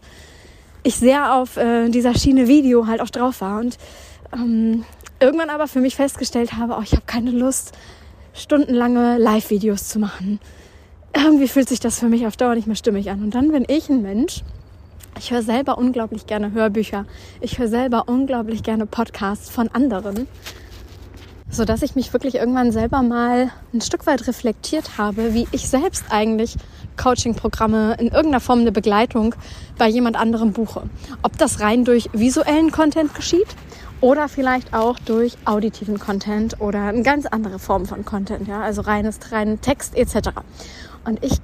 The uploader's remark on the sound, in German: Die erste Folge in 2023, die ich endlich wieder draußen aufnehme! Leichte Hintergrundgeräusche, wie Vogelgezwitscher & etwas Wind im Hintergrund.